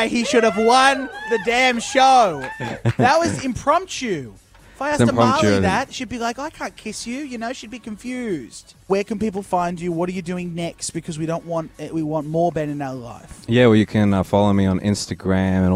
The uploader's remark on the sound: Live at Australian Idol